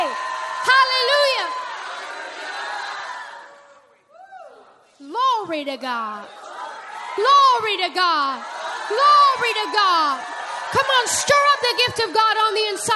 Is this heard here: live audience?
yes